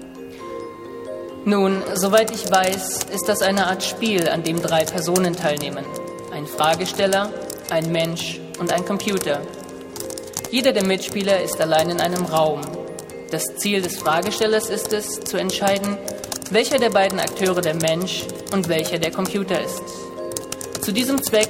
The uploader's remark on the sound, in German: Live-Performance der Hörspielwerkstatt der Humboldt-Universität Berlin